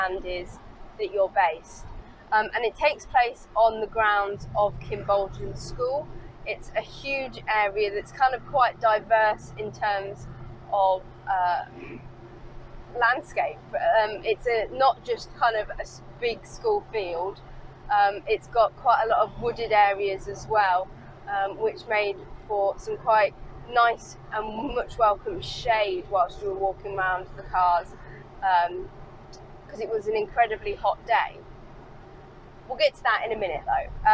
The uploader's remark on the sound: All recorded from my 1968 Morris Minor, Peggy. Kimbolton Country Fayre.